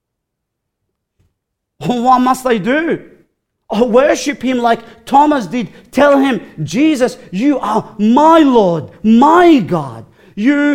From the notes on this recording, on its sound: recorded live at Grace Community Bible Church